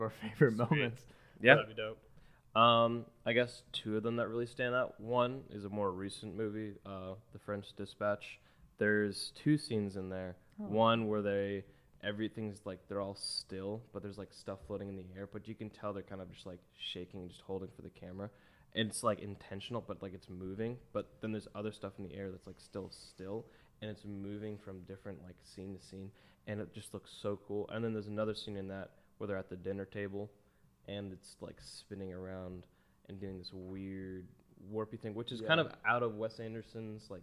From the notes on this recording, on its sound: AUDIO LEVEL LOW